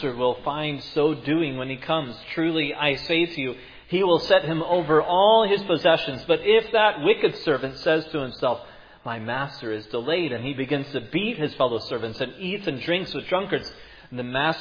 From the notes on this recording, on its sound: preached at Providence Church